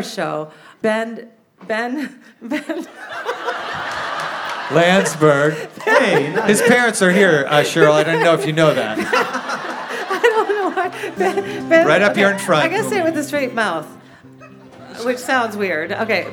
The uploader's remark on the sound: Record the show in front of a live audience at Revolution Hall in Portland, OR.